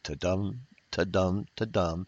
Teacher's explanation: Five iambs of paired syllables, unaccented and accented